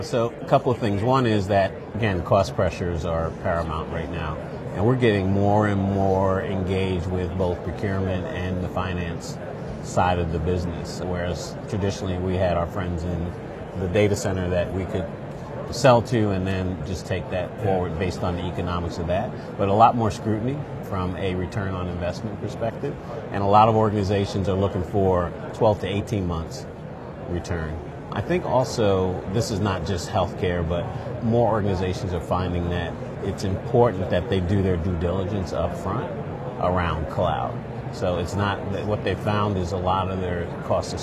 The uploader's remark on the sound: An Interview in Action live from ViVe 2023.